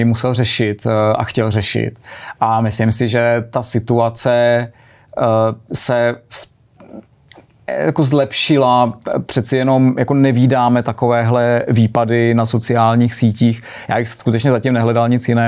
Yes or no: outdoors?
no